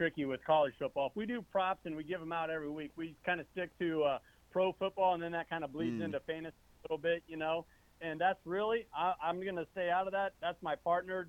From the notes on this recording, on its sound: have a few guests call